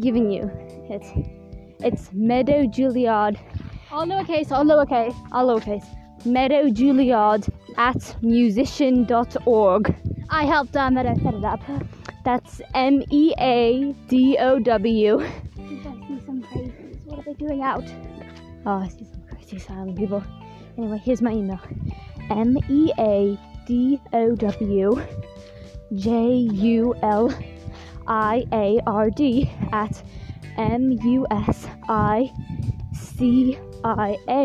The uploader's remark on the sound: we walk around an insane asylum